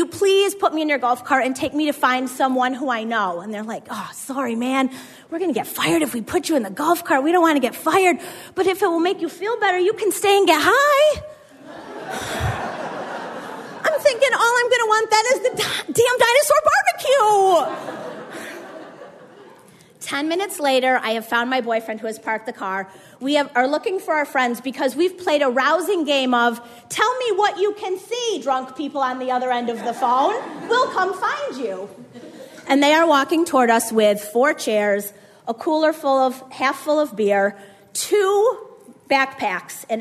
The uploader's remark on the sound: had us rolling in the aisles at the Howl Story Slam in Clayton, NY in Summer 2016, and did it again at our Grand Slam event in Heuvelton, NY